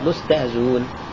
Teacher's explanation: حذف الهمزة وضم ما قبلها على المذهب الرسمي، أي لأنها لم ترسم لها صورة في المصحف، هكذا مستهزئون.